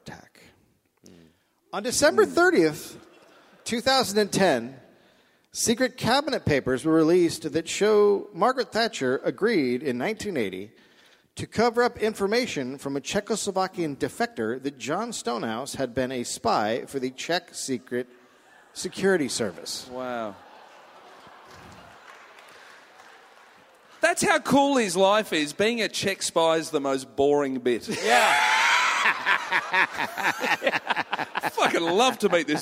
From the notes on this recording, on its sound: Recorded live at Hamer Hall in Melbourne.